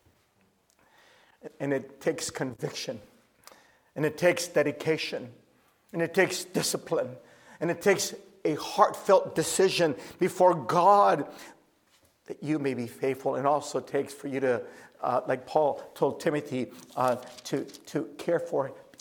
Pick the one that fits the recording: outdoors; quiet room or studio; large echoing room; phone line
large echoing room